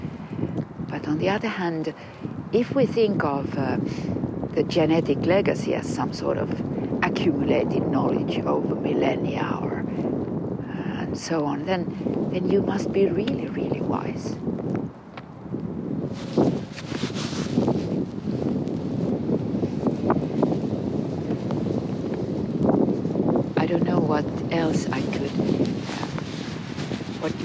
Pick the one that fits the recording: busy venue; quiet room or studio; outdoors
outdoors